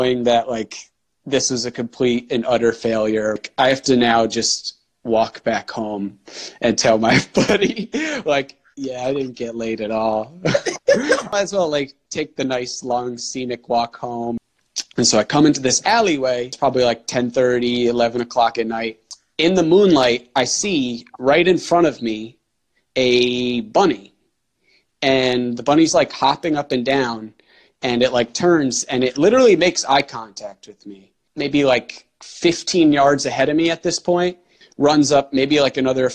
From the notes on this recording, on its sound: Live on Instagram